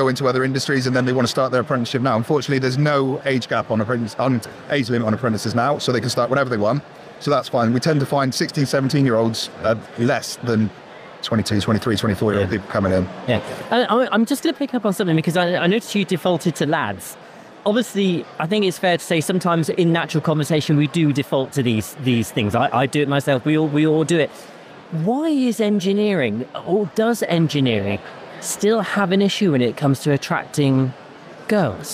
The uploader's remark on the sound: Devon Business Show. 'Live at the Show' podcasts.